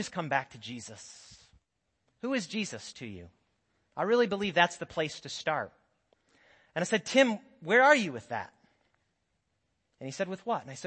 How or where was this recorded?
large echoing room